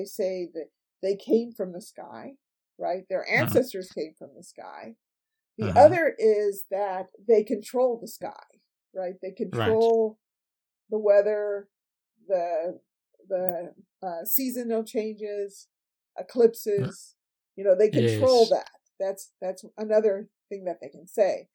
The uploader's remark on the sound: Unfortunately, the audio quality isn't as good as I'd hoped. There's a terrible echo on my voice which comes and goes as the recording plays. I've done my best to clean it up, but it was just a bad recording and there's only so much I can do!